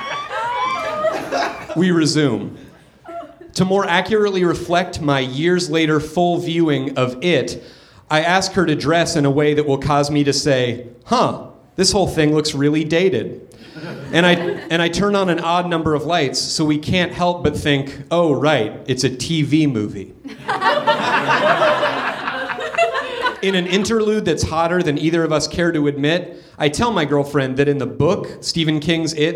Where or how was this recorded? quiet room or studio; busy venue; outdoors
busy venue